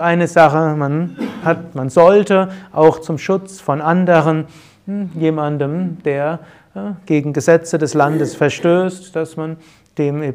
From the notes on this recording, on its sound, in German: Mitschnitt eines Yoga Seminars. Bei Yoga Vidya Bad Meinberg.